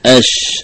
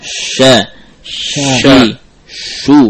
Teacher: Menyebarnya udara. Haula al-makhraj, di seputar makhraj, di dalam rongga mulut. · Term: tafashi